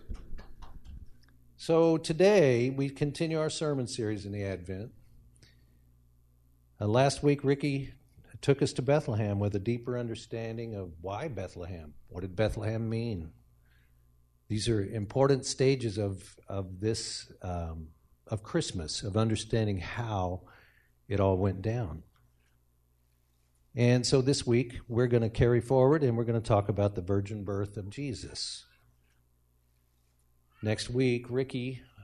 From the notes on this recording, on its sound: speaking at Soma Community Church in Jefferson City, MO on Sunday morning 24 December 2023